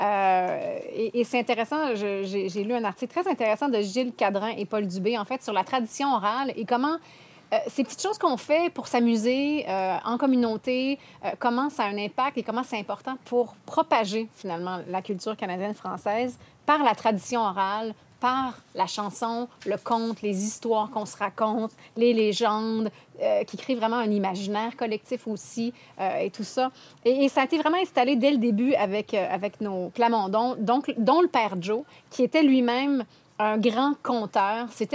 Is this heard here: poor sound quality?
no